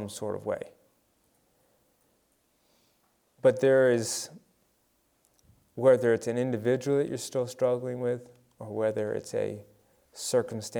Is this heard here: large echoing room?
yes